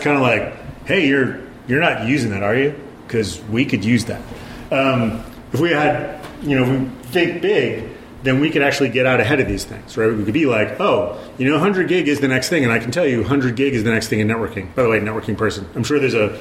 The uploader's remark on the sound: A recording from vBSDCon 2015 of the talk